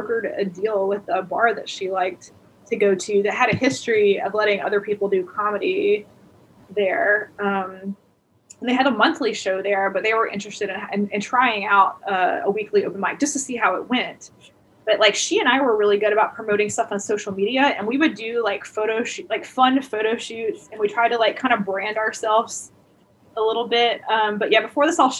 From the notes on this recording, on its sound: I sit down on Zoom